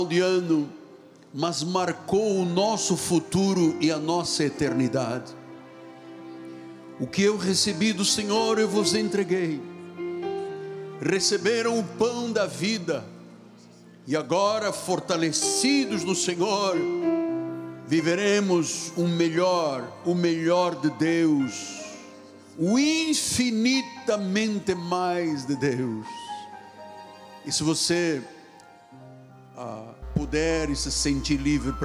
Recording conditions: large echoing room